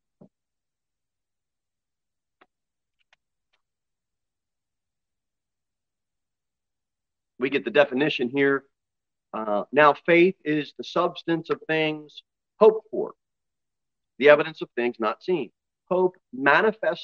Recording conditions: large echoing room